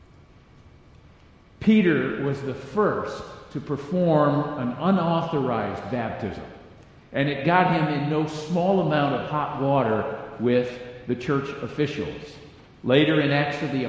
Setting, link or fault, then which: setting, large echoing room